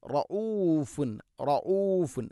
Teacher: ഹംസയുടെ ഉച്ചാരണം മഖ്റജ് തൊണ്ടയുടെ താഴെ ഭാഗം